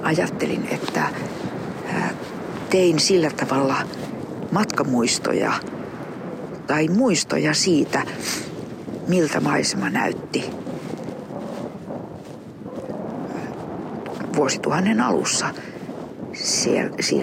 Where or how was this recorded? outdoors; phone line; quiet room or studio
outdoors